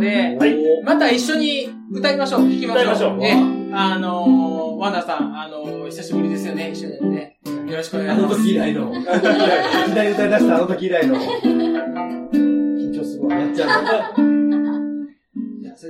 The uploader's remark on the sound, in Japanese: 送別会のなかで企画された収録